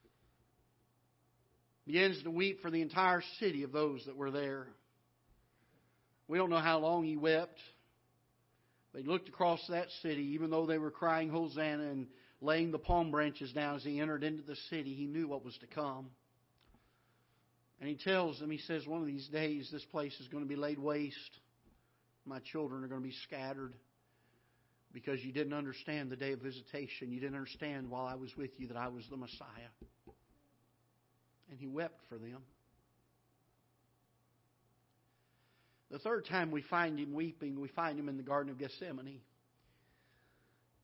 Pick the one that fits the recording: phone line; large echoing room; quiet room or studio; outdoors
large echoing room